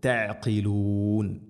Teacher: അയിനും ശ്രദ്ധിക്കണം, തൊണ്ടയുടെ മധ്യഭാഗം. ഖാഫ് തൊണ്ടയുടെ മുകൾ ഭാഗവും കഴിഞ്ഞ് ചെറുനാക്കാണ് ഖാഫ്